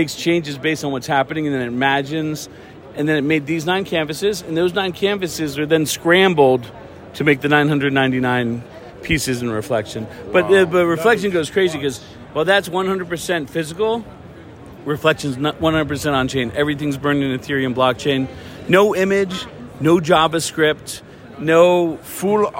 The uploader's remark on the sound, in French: Live from NFT Paris. Enregistré en faux direct depuis NFT Paris ! Lors de notre passage à NFT Paris, nous avons eu l'occasion de nous promener de stand en stand pour mener des interviews en direct.